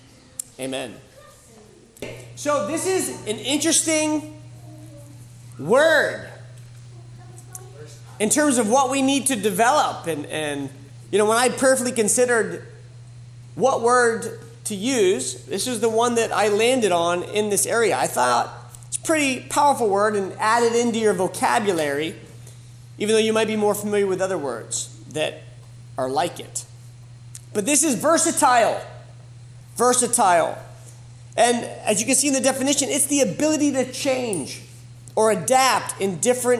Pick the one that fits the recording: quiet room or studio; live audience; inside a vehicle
live audience